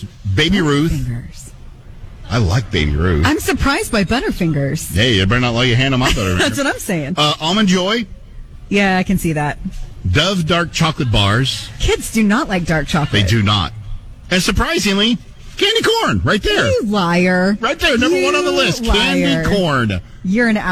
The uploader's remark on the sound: Halloween party LIVE from Dunkin 9705 N. May Ave.